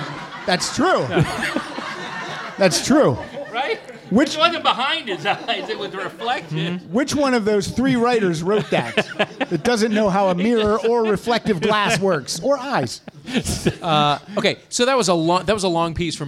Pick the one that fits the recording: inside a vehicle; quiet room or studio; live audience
live audience